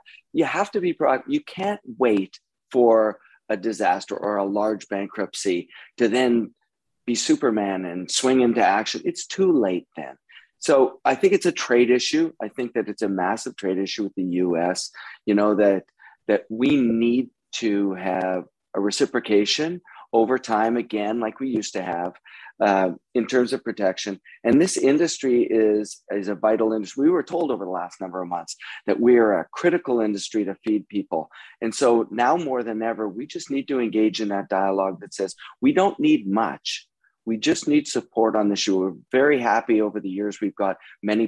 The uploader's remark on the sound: This edition of Produce Talks is a recording of our October webinar. Followed by a roundtable discussion with industry leaders.